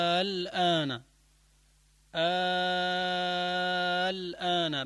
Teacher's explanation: بعد المد اجت لام عليها سكون يمد 6 حركات · Term: المد اللازم الكلمي المخفف